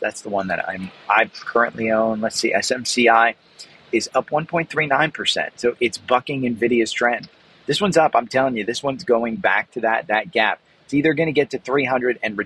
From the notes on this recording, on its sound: I'm recording today live from inside AT&T Stadium in Dallas - the home of the Dallas Cowboys.